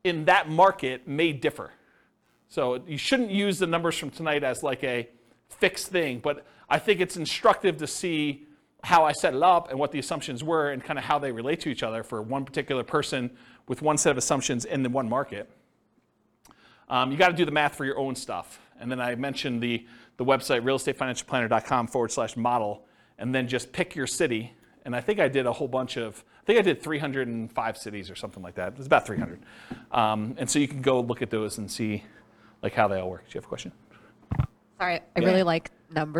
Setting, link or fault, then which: setting, live audience